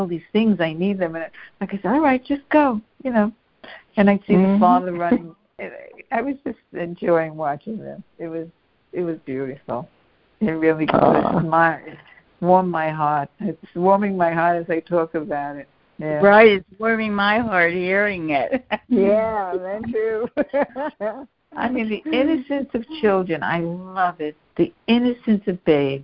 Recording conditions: phone line